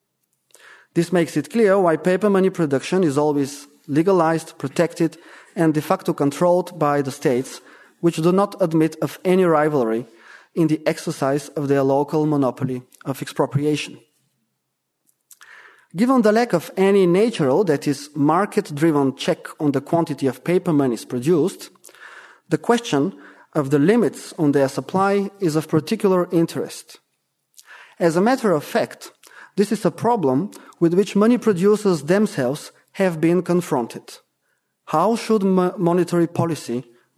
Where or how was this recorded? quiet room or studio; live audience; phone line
live audience